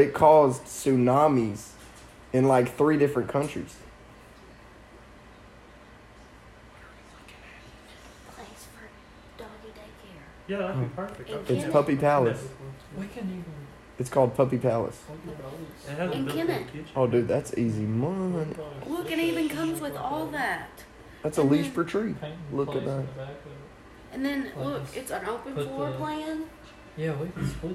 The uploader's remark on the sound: Forgot the recording equipment!!